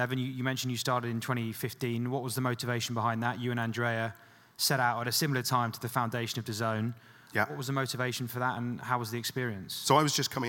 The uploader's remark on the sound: comes live from Sports Pro live 2023